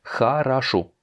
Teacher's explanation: On va pas dire хорошо, comme ça s'écrit, mais хорошо. Les O n'étant pas accentués, on va les prononcer comme des A.